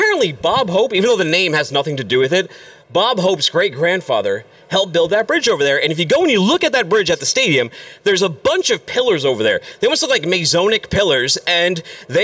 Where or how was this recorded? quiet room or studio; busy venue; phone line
busy venue